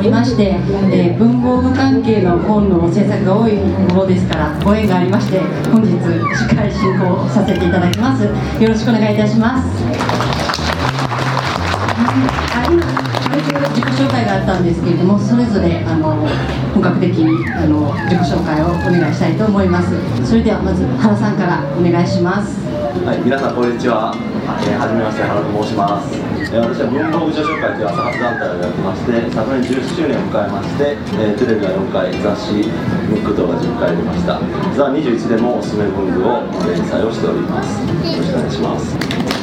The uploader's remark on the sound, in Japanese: 東急ハンズさんの会員向けイベント「文具祭り2019」が2月24日に開催されました。午前の部が終わったあと、ランチを食べに行ったついでにランチしながら収録をさせてもらいました。ブングスキーラジオ始まって以来の登場人物の多さです。